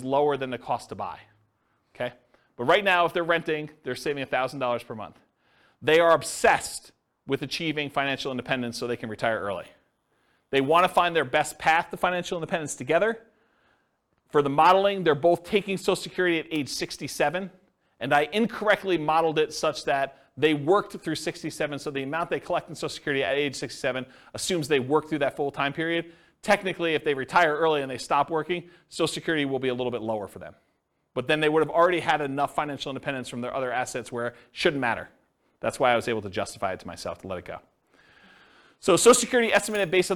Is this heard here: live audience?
yes